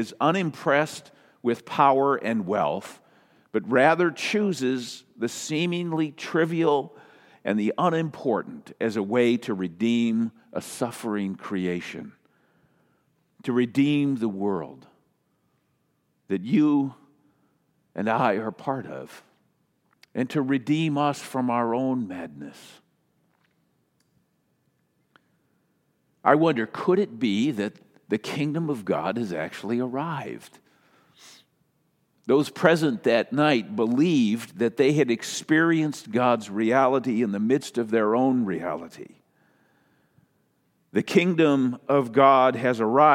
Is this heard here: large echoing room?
yes